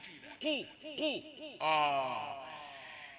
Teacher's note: لما قل اندفاع هواء الزفير ايه اللي حصل؟ اتقلل التفخيم. بدل ما اقول قا قلت قو قو.